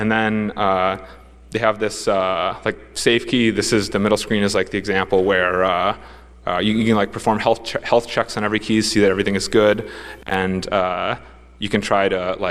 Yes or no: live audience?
yes